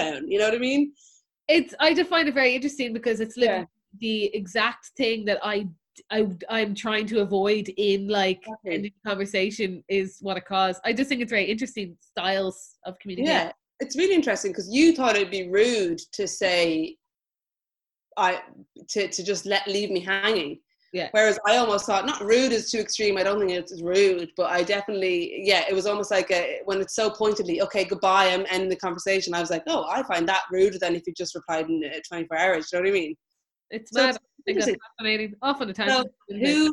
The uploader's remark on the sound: Listen back on our Zoom live show. Thanks to the bunch of sounder patrons who jumped on the call and joined in.